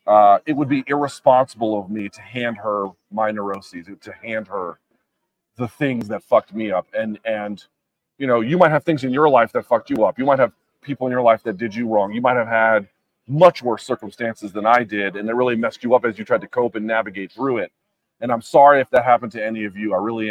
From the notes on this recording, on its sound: Live from Las Vegas. Live from Canelo-Charlo radio row.